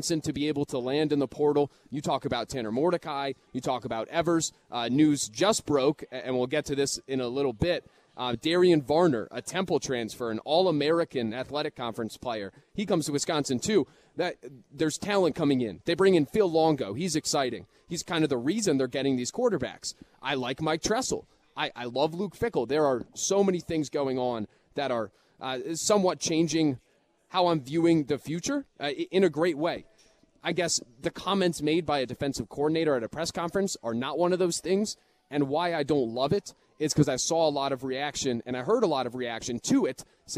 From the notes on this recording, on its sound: live at Monk's in Sun Prairie